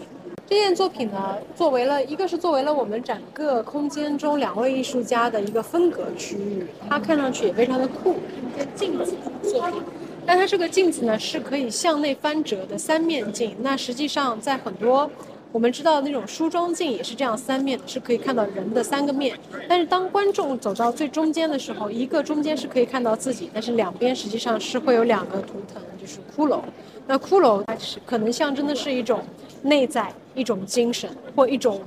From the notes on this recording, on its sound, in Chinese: ART021现场快问快答。现场观展客人众多，杂音较重还请听众谅解。本次我们特别邀请了Art021现场的画廊主理人等接受我们的快闪提问与部分作品导览解读。